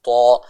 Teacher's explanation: Karena dia akan lebih dekat dengan harokat fathahnya. Kan fathahnya to dibaca dengan vokal o, to ya, bukan ta tapi to.